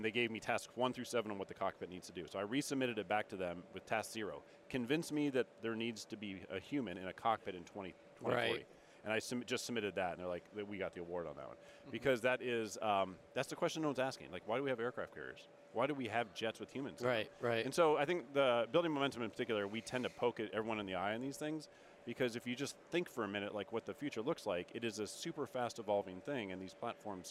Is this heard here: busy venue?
yes